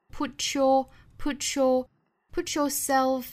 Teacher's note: put t 和后面的 y 连读同化成 ch 的发音